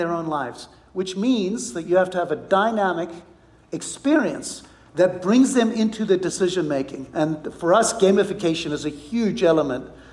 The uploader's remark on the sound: on stage earlier this week at the inaugural Wealth/Stack Conference in Scottsdale, Arizona